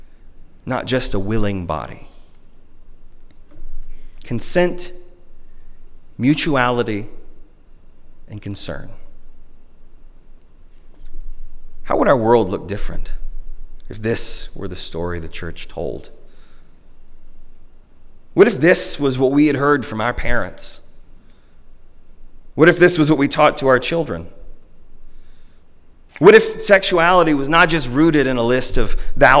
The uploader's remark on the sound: At Northminster Church on March 1, 2020 - the First Sunday of Lent.